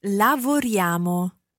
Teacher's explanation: you'll be used to seeing this written down, I-A-M-O at the end, but notice how it almost sounds like a Y-A-M-O. It's a lavoriamo.